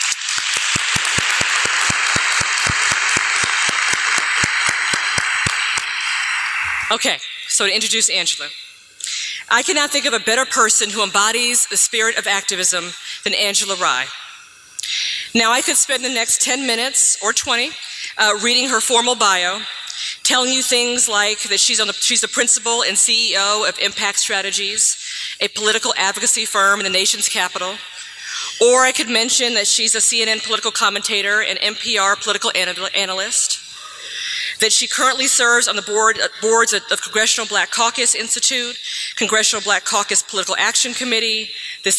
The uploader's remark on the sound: Gave to a packed house and overflow room! A packed house (and overflow room!!) at the California African American Museum (CAAM). The lecture was a part of their Activism Now series.